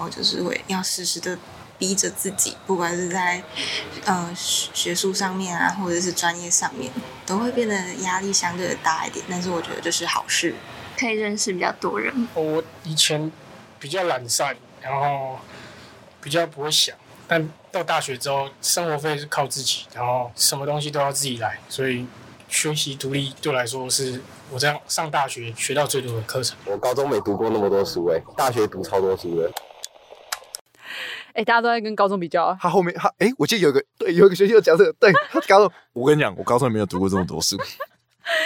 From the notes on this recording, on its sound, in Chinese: 本集「#明志之舉」走出錄音室，來到明志校園內，訪問各系大一同學。明志科技大學，是一所位於臺灣北部的技職院校。